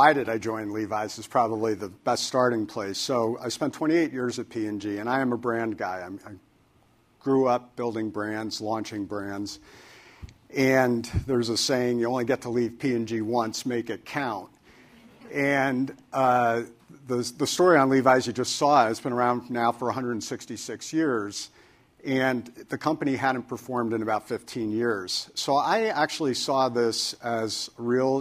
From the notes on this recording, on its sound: spoke at CNBC’s “Evolve” Conference in Los Angeles